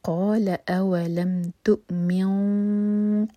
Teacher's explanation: تؤمن اگر آگے ملا کر پڑھیں گے تو ہم نون کے ساؤنڈ کو چھپائیں گے